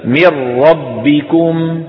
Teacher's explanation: تدغم النون الساكنة في اللام والراء إدغاما كاملا من غير غنة في المشهور من طرق القراء كطريق الشاطبية. · Term: إدغام كامل